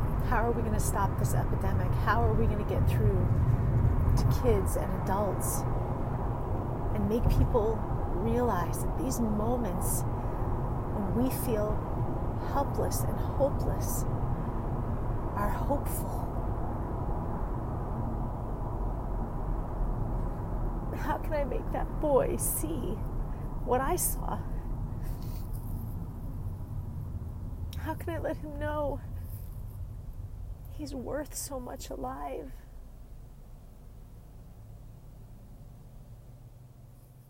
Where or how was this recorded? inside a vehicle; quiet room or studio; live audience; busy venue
inside a vehicle